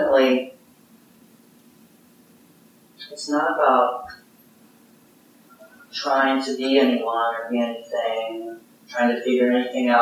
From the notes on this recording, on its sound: (Common Ground Meditation Center) Note: Poor Audio Quality.